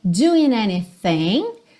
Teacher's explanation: esse ING, o G não vai aparecer e o próprio N é que vai fazer a ligação com a palavra seguinte